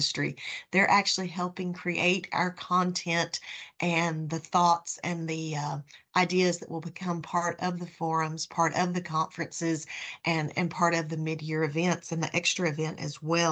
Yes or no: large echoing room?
no